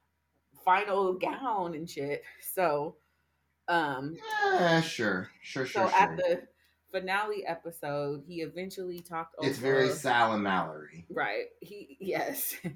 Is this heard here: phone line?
no